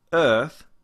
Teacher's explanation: if we're going to make that standard British, Earth, it doesn't have the R coloring anymore. Earth, it's just going to be the three.